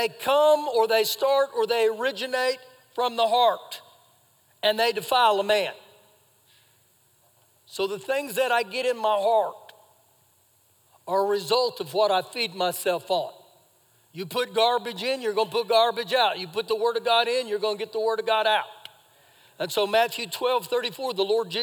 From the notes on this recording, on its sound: Recorded live during our Sunday morning service